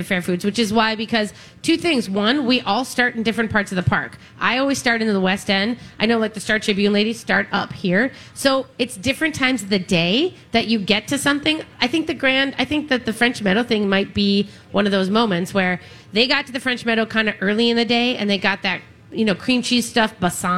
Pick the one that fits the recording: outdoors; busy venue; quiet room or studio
busy venue